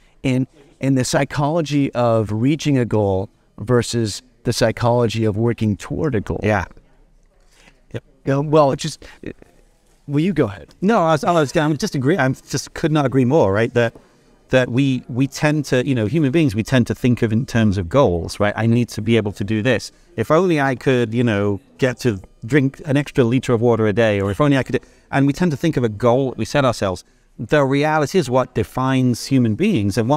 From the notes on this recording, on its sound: The Boston #isolvedRoadShow. At the Courtyard by Marriot. Sat down for this episode of the podcast -- recorded "in concert, so to speak," from the Road Show floor.